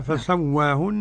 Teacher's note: قرأها بالإمالة فسواهن. نعم. إمالة كبرى لحمزة والكسائي وخلف العاشر، والفتح والتقليل لورش.